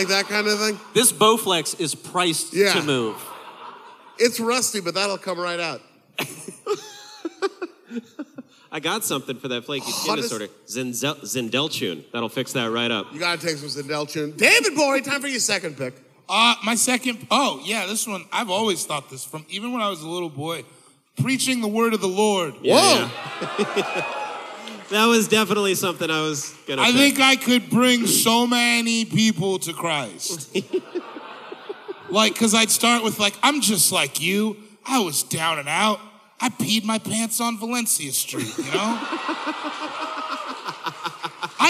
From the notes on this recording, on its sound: ITS ALL THE WAY LIVE IN SAN FRANCISCO! This was recorded live at The Great American Musical Hall in San Francisco.